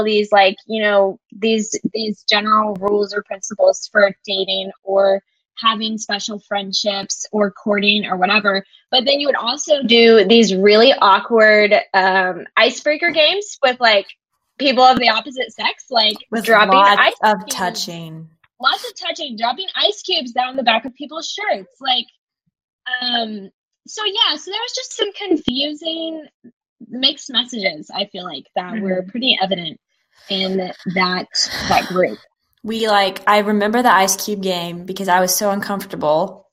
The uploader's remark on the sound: Part 1 features us revisiting high school trauma and plenty of microphone issues.